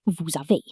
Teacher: The silent final consonants, the S on vous, the T on e, and the liaisons, where a final consonant is pronounced before a vowel